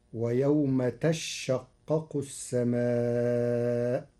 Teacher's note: قرأ ورش كلمة تشقق بتشديد الشين فتصير ويوم تشقق السماء، على أنه تتشقق فأبدلت الثانية شينا ثم أدغمت في الشين بعدها.